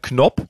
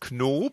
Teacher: Jetzt muss ich dich schon gleich am Anfang korrigieren, das mache ich total ungerne, aber Knopp ist nicht ganz korrekt, sondern es ist Knob, es wird zwar mit einem O und einem P geschrieben, wird aber das O wird lang gesprochen · Shown in: second take